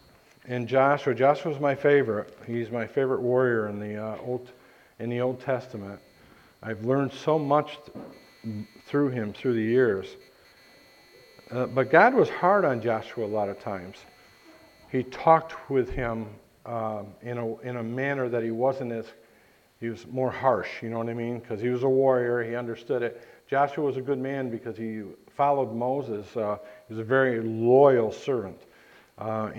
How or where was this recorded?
large echoing room